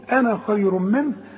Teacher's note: يبقى تخلي على النون فتحة فقط بدون مد